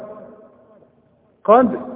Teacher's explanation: الدالة اهي بنقلقلها علشان الشرط بتاعها السكون